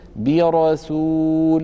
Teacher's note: مثال على كسرة منفصلة قوله تعالى: برسول، برسول، هي تكتب الباء متصلة بكلمة رسول، ولكن ورشا لا يقول برسول، لا يفعل ذلك، بل يقول برسول، فيفخم الراء مع كونها قد سبقت بكسرة، إلا أن هذه الكسرة منفصلة، يعني الباء كلمة وكلمة رسول كلمة أخرى.